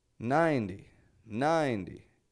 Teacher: the second syllable is unstressed. It's a little bit quieter.